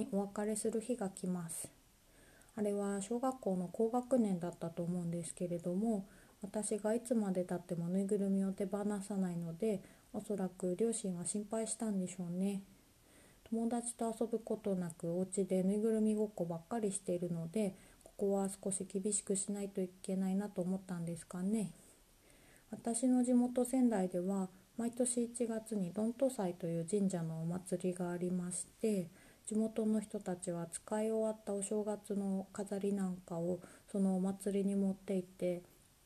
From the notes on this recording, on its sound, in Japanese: 朝一番に収録したため、やや音量が小さめです